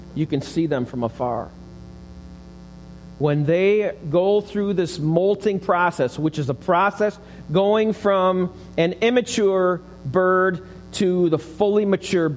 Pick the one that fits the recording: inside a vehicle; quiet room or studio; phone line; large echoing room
large echoing room